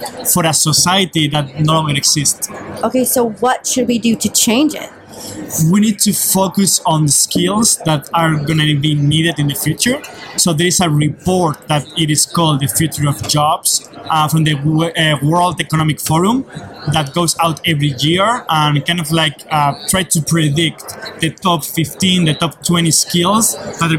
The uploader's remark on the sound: live at the NYSCATE annual conference